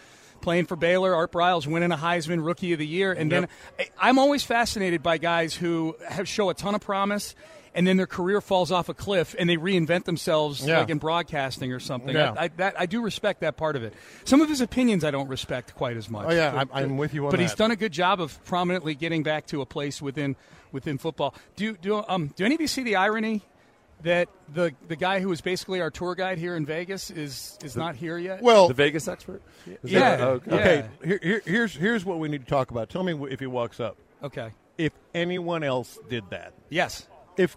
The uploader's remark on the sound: Live from Radio Row